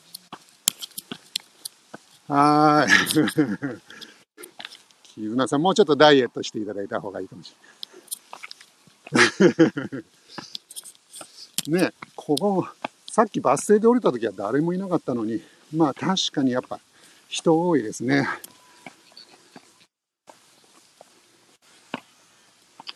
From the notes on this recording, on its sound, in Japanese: Tokyo walk&eat radio LIVE。東京飛び出して鬼滅の里を散歩します。